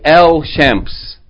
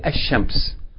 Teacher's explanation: Sun letters, and they have the rule like the word shams, meaning if they have aleph lam, you don't say el shams, but rather that sun letter is going to be doubled and the lam is going to be merged into it, so you're not going to pronounce the sound of el · Shown in: second take · you're going to say ashams.